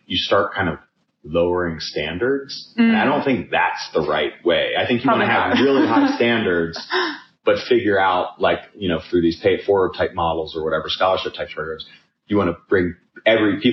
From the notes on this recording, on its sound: Please note that the audio wasn't perfect in this episode. Unfortunately, the lav microphones I purchased ended up being not so great.